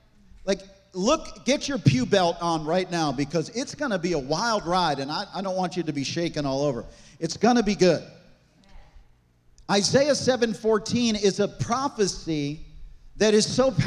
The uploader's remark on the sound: This message was recorded on December 17, 2023, at Gateway Church in Richmond, Indiana.